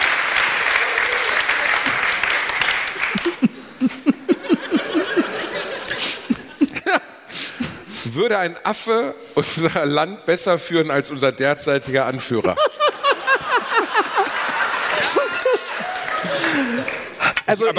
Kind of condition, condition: setting, live audience